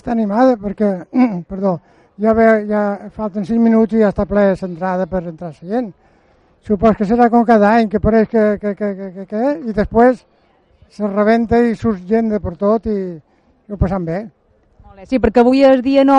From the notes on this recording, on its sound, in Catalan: Especial XV Mostra de la Llampuga. Programa en directe des del moll de Cala Rajada.